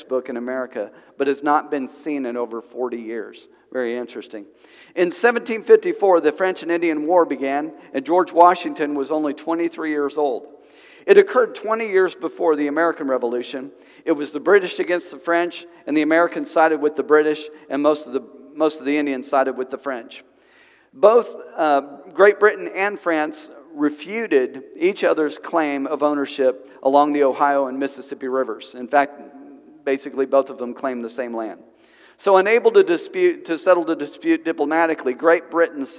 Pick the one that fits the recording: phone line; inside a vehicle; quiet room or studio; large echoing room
large echoing room